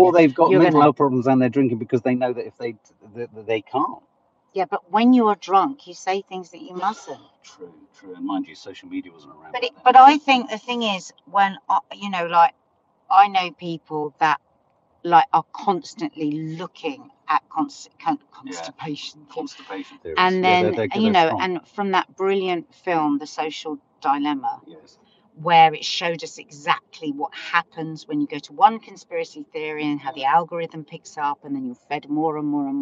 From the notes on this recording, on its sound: Train chaos means today's Coffee Moaning is from the car so apologies to everyone listening if the sound is a bit wonky!